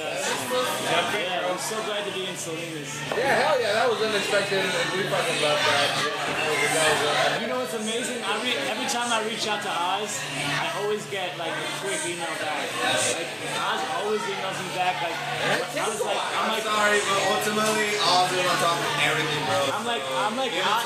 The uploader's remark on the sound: One of the reasons we like to record at XL Public House is, you never know who might walk in the door.